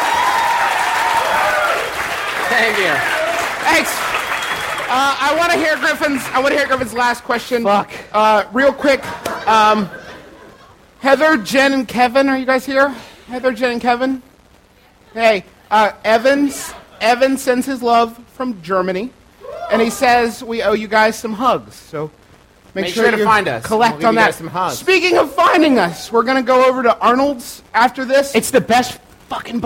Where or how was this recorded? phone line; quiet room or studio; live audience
live audience